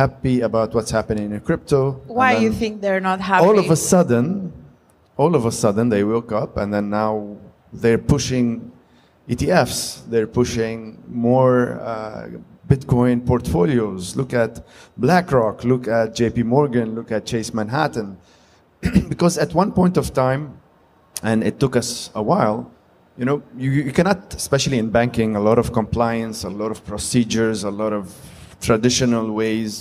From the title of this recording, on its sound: Panel Discussion at Cryptoexpo 2023 edition